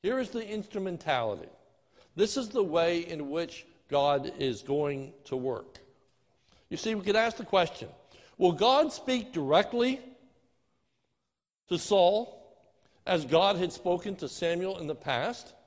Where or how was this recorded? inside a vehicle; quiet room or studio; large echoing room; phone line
large echoing room